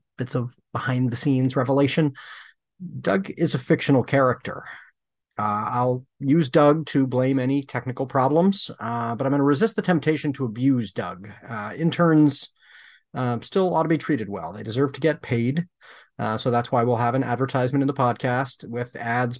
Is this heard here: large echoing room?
no